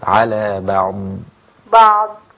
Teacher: لسه بنقول الضاد غير الضاء. لازم استطالة الضاد.